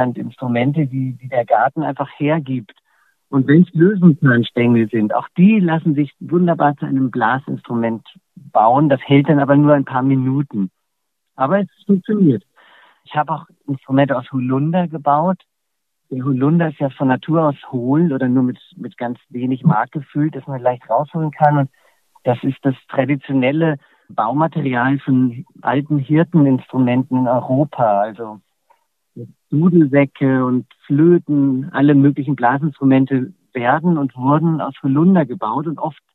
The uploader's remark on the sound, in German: Kultursommer Stift Melk 2022: Matineekonzert. Ausschnitte aus einem Telefoninterview. An dessen Ende es zu einem kleinen Konzert gekommen ist.